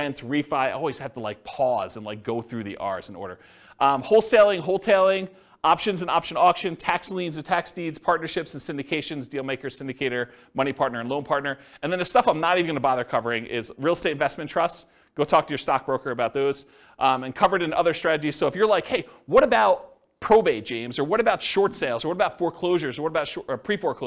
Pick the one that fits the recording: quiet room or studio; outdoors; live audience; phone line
live audience